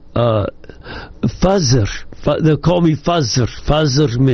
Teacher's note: they'll transliterate TH as Z. So they'll say Fazer.